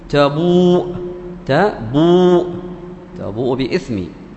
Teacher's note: هنا مد بالواو وبعد المد بالواو همزة، فهذا مد. فهذا يسميه العلماء بالمد المتصل، يسميه العلماء.